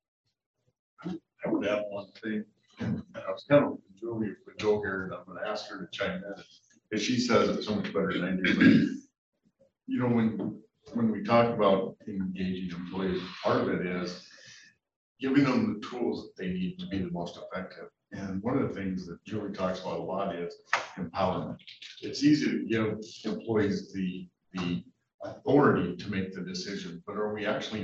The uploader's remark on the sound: The July 2022 Roadmap to Leadership featured the Deputy Director, Chief Operating Officer, and several administrators of MDT. We present the audio from that webinar.